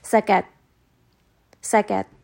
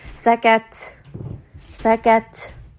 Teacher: in order to hear that ta, to make it more audible, I'm going to add a little bit of hams. · Shown in: second take · I'm going to add a little bit of airflow.